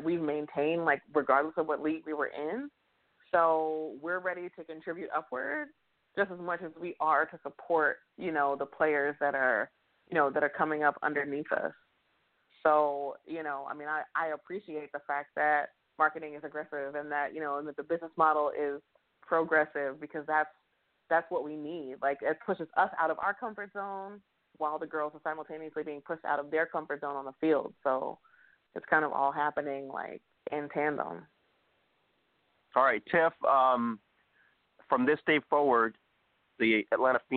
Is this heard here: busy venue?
no